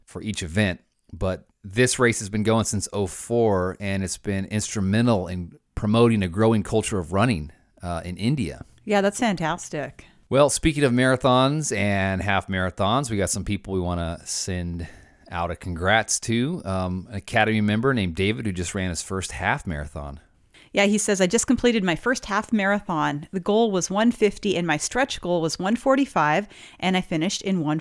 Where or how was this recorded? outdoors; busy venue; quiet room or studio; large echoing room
quiet room or studio